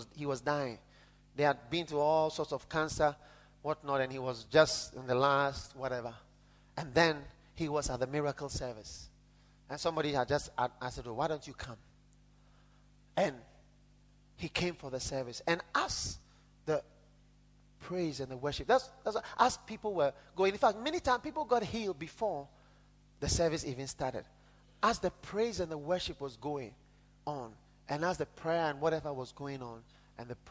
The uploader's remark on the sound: Preached at the Korle Gonno Cathedral in 2001.